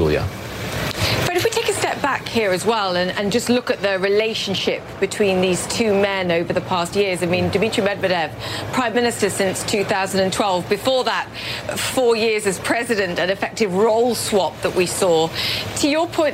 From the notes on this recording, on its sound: live from the New York Stock Exchange